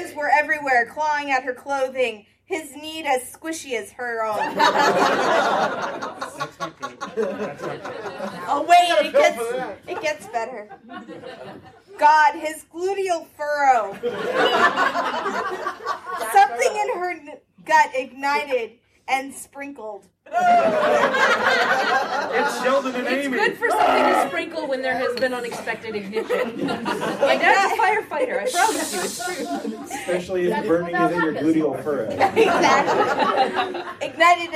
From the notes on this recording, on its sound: Balticon Bonus Episode. A group of authors and podcasters have taken scenes from romance novels and turn them into madlibs live with the audience.